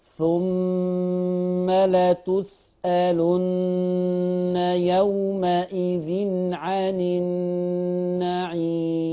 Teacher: اوعى تنسى ان مع الميم والنون المشددتين الغنة بمقدار حركتين